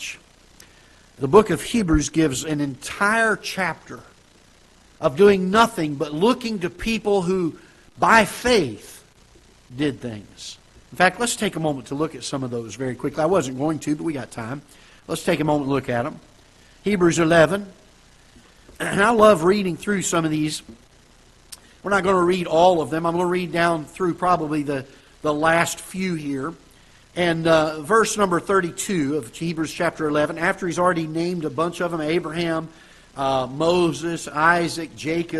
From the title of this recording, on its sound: Ketha Heights Baptist Church ~ Live Broadcast